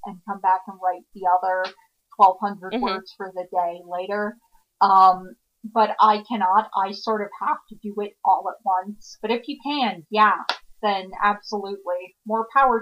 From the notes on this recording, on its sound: We had a few technical difficulties this week so please forgive the audio quality.